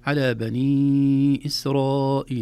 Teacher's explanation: الأول مد جائز منفصل، نمده في حفص 4 حركات. إسرائيل مد واجب متصل، نمده 4 حركات. أحيانا بعض الفضلاء إذا قرأ والنفس قصر معه يمد الأول ويترك الثاني، يقول على بني إسرائيل أكثر، نقول له لا، لو النفس قصر مد الثاني ويترك الأول، ما في إشكال، لأن الأول جائز.